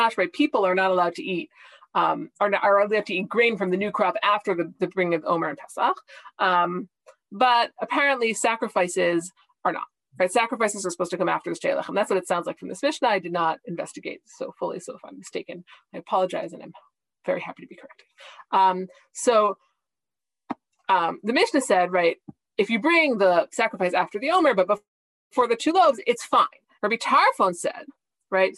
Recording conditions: video call